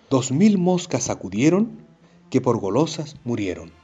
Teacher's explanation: 2000 moscas acudieron, que por golosas murieron, tanto en la palabra final acudieron como en la palabra final murieron. Vemos que las penúltimas sílabas, die y rie, son las sílabas en donde se acentúa la voz, las sílabas tónicas